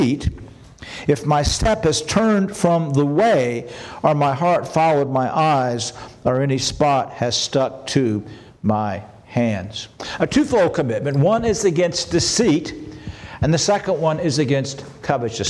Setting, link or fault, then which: setting, large echoing room